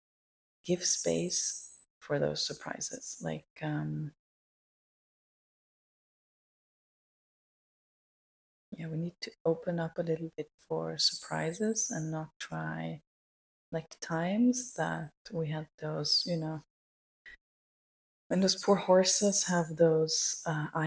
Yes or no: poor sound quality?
yes